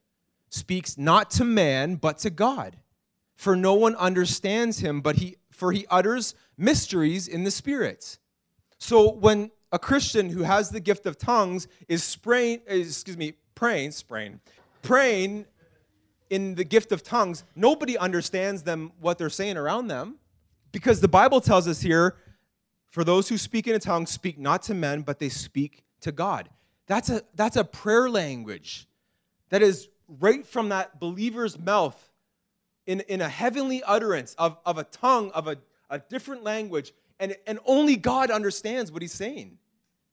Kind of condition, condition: setting, large echoing room